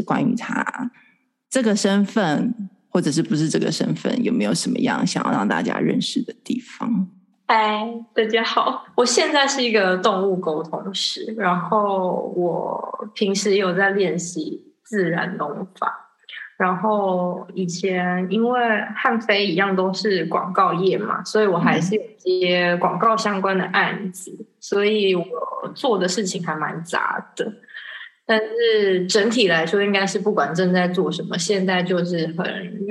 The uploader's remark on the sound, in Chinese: 這集因為遠端連線，錄音品質比較差一點